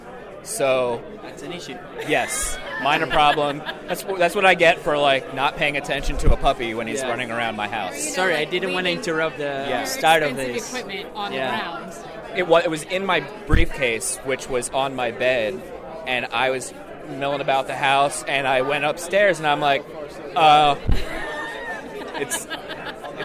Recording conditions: busy venue